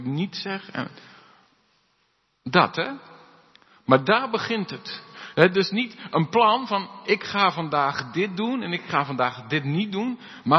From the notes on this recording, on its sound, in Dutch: De preek is op 22 mei opgenomen in De Hoeksteen in Haren